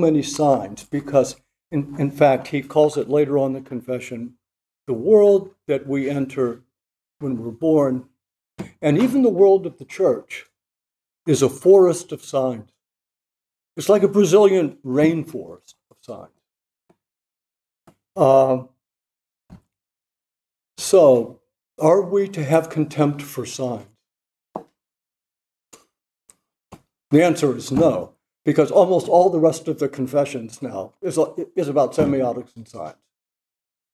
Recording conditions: large echoing room